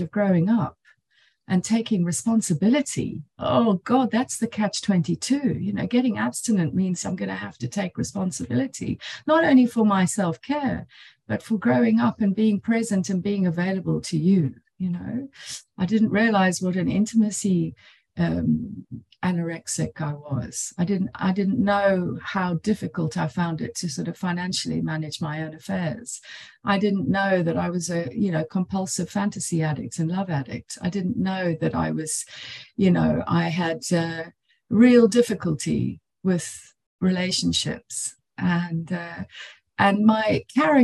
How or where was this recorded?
video call